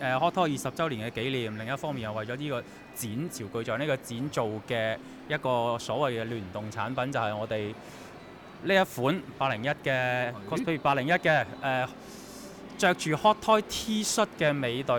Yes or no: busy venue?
yes